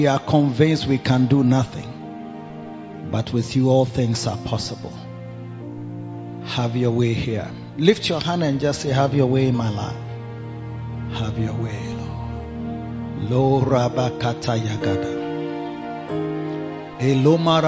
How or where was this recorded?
large echoing room